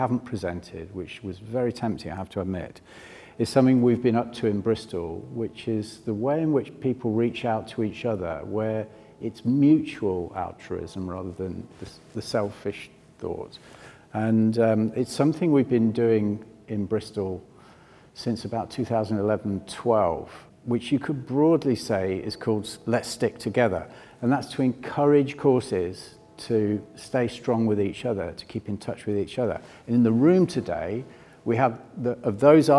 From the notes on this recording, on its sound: This special extended edition of Airing Pain comes to you live from the conference, letting you sit in on the discussion.